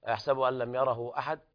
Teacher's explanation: والوقف على الدال بالقلقلة كما هو معروف